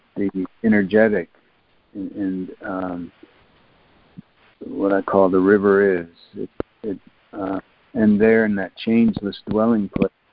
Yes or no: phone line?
yes